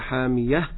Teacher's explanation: ننتبه للهاء نقف عليها بالهاء المهموسة حامية، ولنحذر من الألف لا نقول حامية.